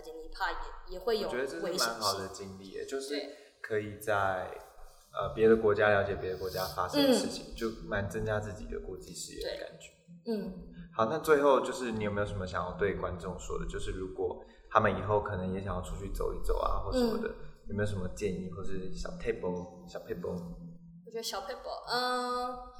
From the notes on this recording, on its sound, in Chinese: 本集收音不佳，有些回音，請見諒！